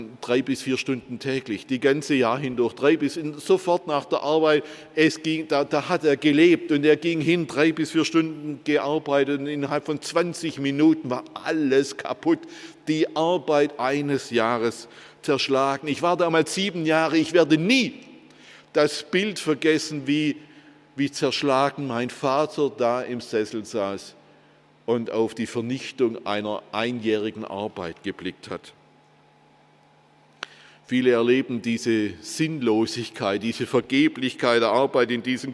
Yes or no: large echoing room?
yes